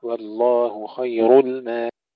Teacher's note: نفخم الراء ونرقق اللام